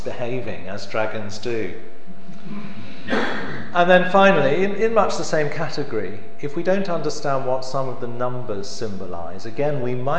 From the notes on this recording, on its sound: The annual Friends of St James lecture from September 2014